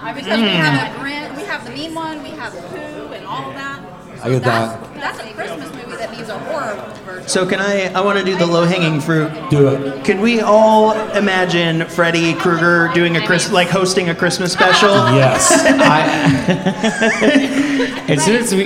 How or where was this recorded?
live audience